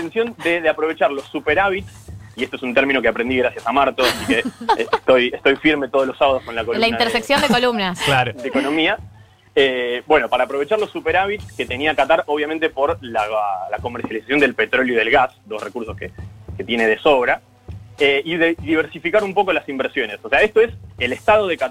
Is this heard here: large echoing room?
no